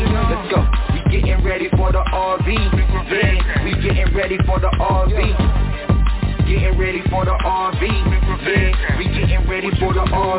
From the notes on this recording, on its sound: TNTSuperfantastic Conference Call